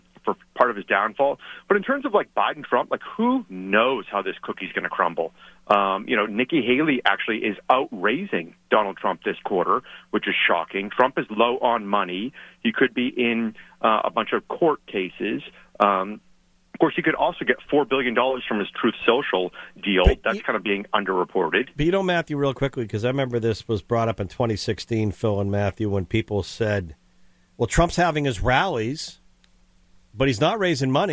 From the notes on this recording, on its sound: Calling in LIVE from South Carolina. In the Sig Sauer Studios, presented by AutoFair.